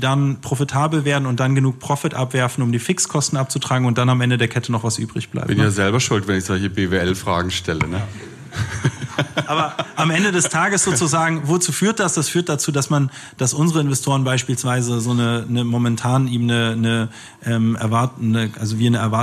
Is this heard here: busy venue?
yes